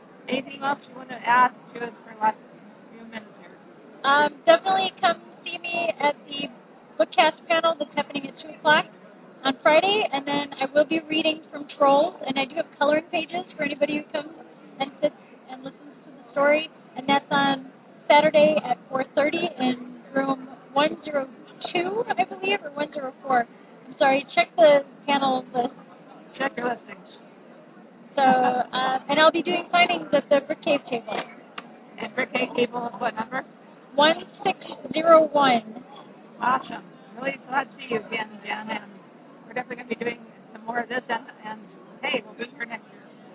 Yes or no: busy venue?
yes